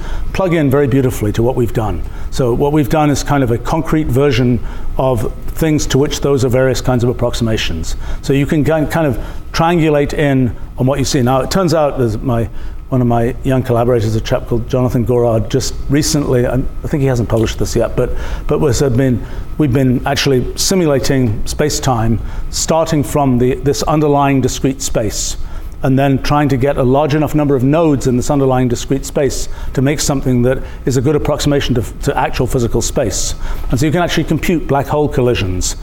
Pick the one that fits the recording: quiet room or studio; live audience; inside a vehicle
live audience